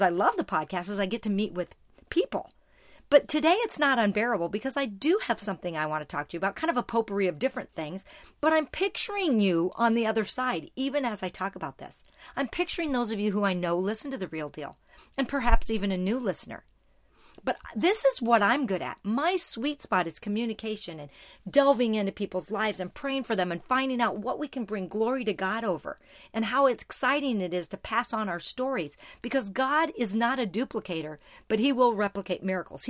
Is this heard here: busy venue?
no